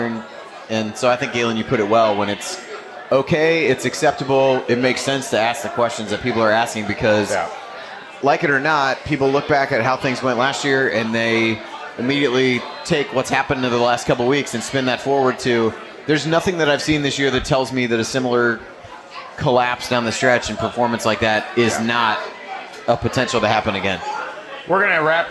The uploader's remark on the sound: Hosted a live show at Switchyard Brewing breaking down the game. Answering audience questions.